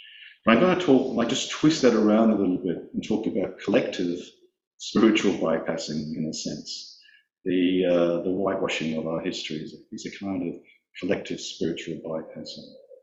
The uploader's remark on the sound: There was some technical problem with the recording so the quality is not very good. There was some technical problem with the recording so the quality is not very good.